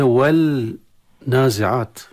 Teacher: والنازعات، كلمة والنازعات اللام التعريف أدغم في النون يصل والنازعات، والنازعات اللام أدغم في النون فأصبحت النون مشددة، فإذا هذه النون المشددة هي نتيجة إدغام.